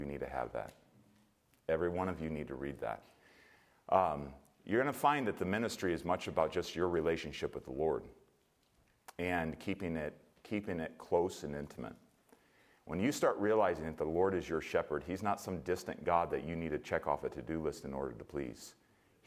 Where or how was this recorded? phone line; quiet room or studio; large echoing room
large echoing room